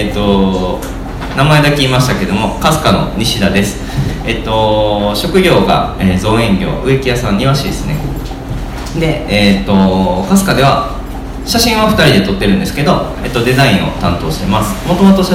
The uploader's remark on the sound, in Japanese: 微花』×『つち式』のトークイベント（恵文社一乗寺店）の音声。